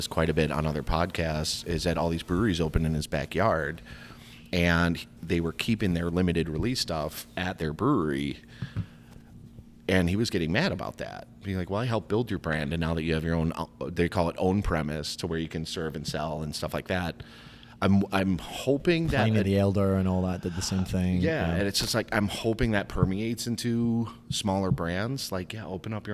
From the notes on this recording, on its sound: Live from Warehouse Liquors in Chicago, IL